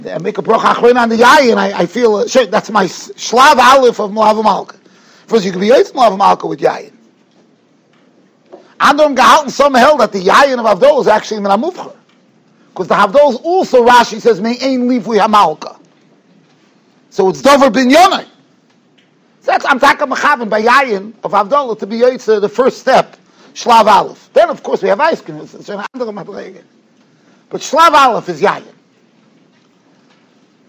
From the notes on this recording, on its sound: Shiur recorded in Yeshivas Ohr Reuven, Monsey, NY.